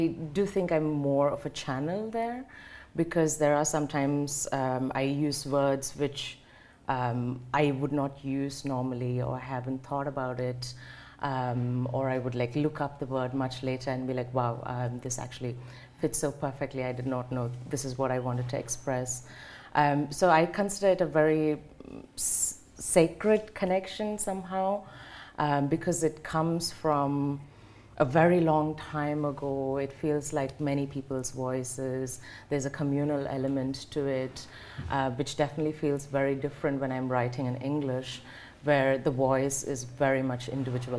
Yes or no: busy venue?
yes